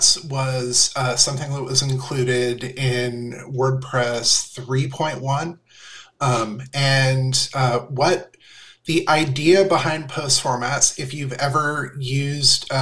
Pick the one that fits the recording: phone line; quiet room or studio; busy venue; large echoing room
quiet room or studio